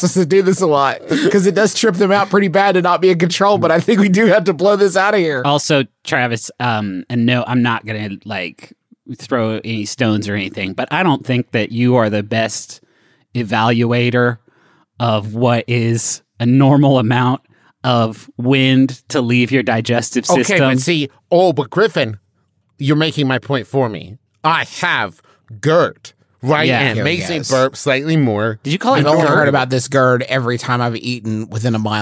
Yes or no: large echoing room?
no